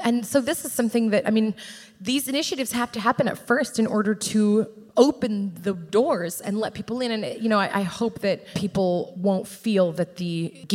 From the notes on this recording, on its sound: This conversation was recorded in front of a live audience. Part of the County-wide Eurydice Found festival.